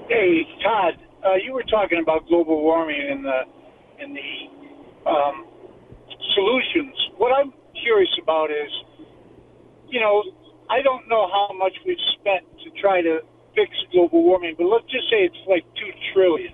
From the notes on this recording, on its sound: phone calls